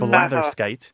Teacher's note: And in the United States, we actually have blather skite. We say it with an ah instead of an eh.